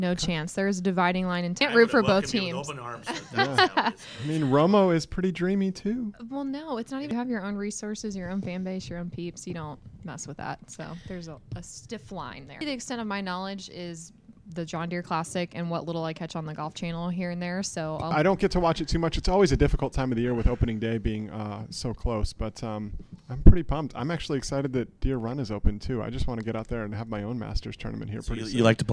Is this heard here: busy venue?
yes